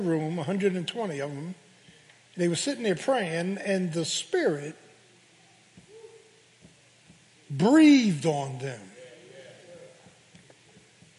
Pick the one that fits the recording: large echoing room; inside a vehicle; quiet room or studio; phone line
large echoing room